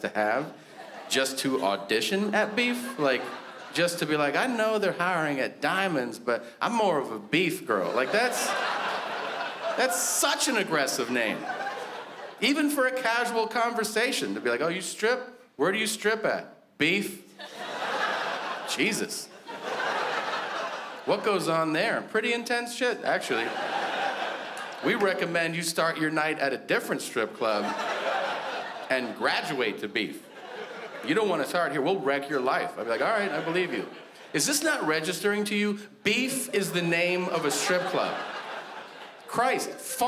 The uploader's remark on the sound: stand up from the Just For Laughs Festival in 2015